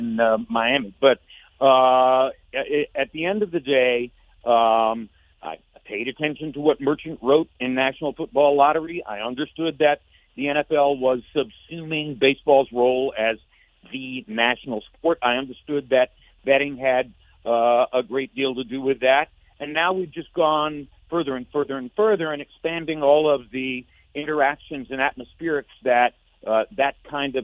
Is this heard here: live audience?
no